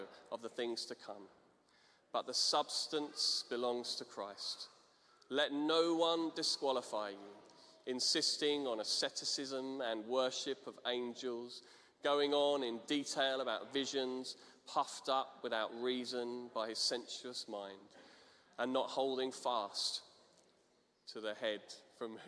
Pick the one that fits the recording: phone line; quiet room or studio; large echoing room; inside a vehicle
large echoing room